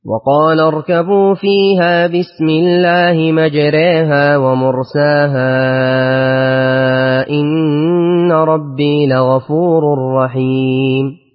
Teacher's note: ثم اعطف حفص بالفتح في مجراها والإمالة